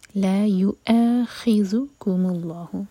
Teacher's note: لا يؤاخذكم الله، لا مد تبعید ہر کلمہ، اس کے بعد ہے یو اے، واؤ کو نہیں پڑھا جائے گا، واؤ کے اوپر حمزہ ہے تو واؤ کینسل ہوا، صرف حمزہ پڑھیں گے اور کٹ آف ساؤنڈ کے ساتھ